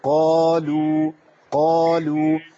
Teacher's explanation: القاف المحركة بفتح وبعدها ألف ده أعلى صوت لصوت للحرف القاف يبقى إيه قالوا قالوا ما ينفعش أقول قالوا وأخلي القاف ضعيفة فلما رأوها قالوا إن الضالون بل نحن محرومون.